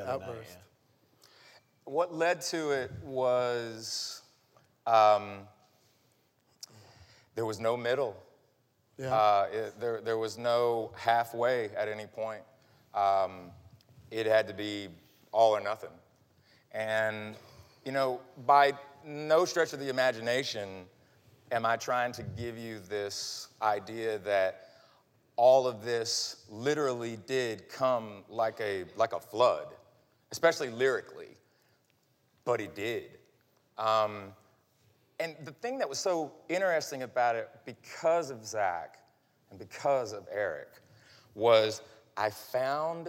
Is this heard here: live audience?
yes